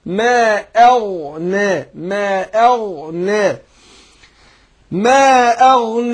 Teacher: يبقى أرقق الهمزة وأدخل على الغين مفخمة · Term: تفخيم الغين